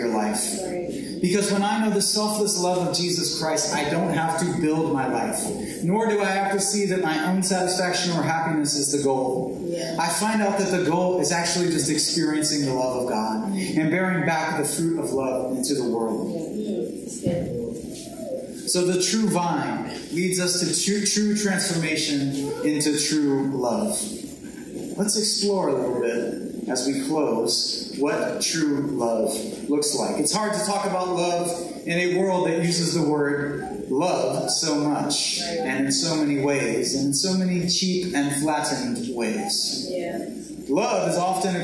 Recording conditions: poor sound quality